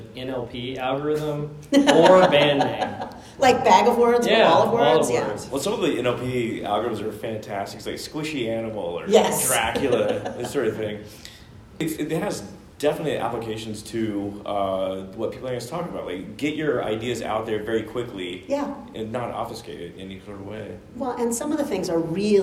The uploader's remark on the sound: LIVE at SIOP